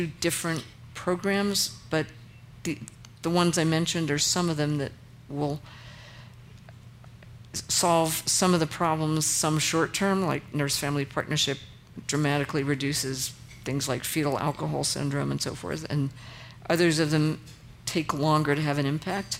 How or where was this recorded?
busy venue